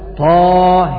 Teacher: وأما ورش وأبو عمرو البصري يميلان الهاء فقط فيقرآن طاه.